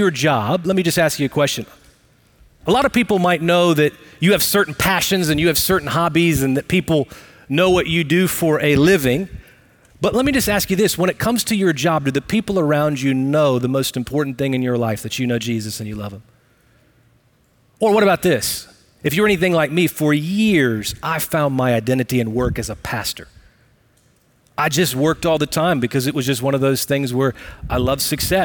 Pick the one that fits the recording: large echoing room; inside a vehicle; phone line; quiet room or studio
large echoing room